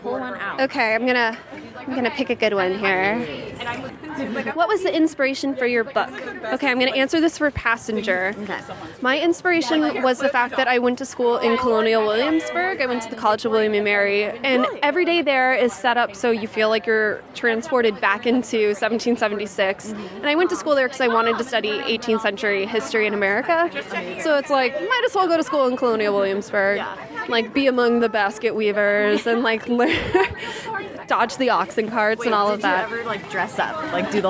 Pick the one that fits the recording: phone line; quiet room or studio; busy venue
busy venue